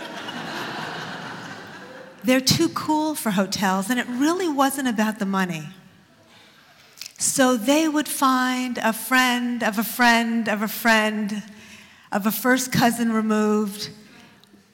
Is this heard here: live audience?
yes